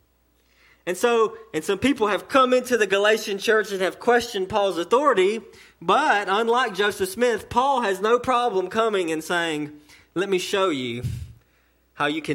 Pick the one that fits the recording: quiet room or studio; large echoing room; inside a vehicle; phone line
large echoing room